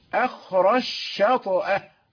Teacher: يعني أدغم الجيم في الشين